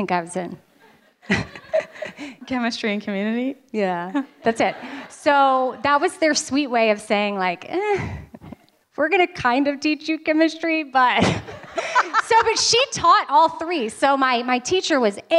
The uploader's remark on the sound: LIVE from Nashville. The LIVE shows from Nashville were truly so special & being in person was such an amazing energy.